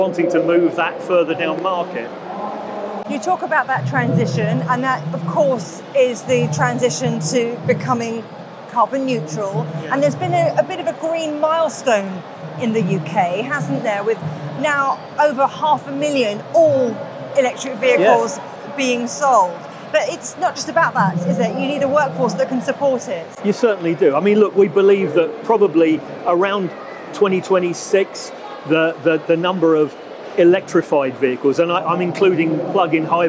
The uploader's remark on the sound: we're on the road at the British motor show